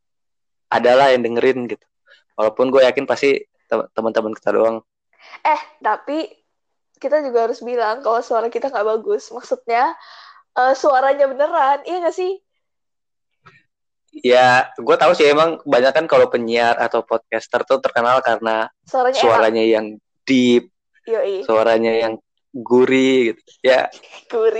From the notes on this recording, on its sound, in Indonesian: kami masih tes mic